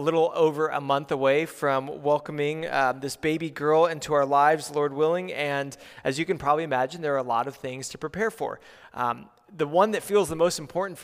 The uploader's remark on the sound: preached at Good Shepherd Oak Cliff